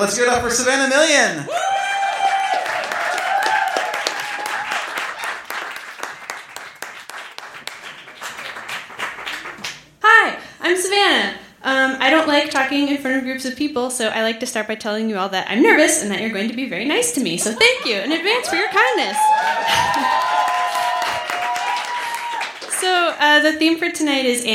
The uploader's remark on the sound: This was recorded on the main stage at the Beat Kitchen as part of our year six end celebrations, and what a show it was. We've also got a full house band playing some of our favorite songs of 2017!